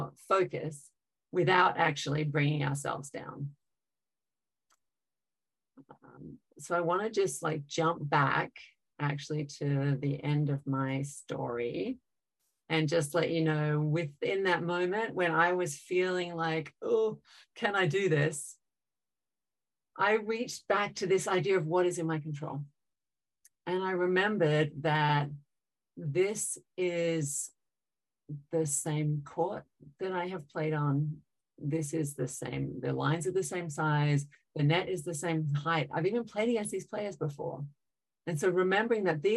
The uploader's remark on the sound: MindReady hosted a webinar in partnership with the Houston Dynamo.